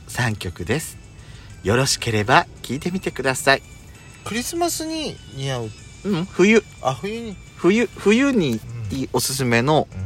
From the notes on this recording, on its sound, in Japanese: パーキング収録